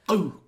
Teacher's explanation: it's like U with a glottal stop